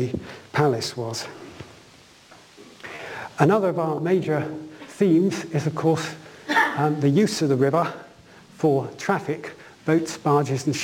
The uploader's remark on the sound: UCL Lunch Hour Lecture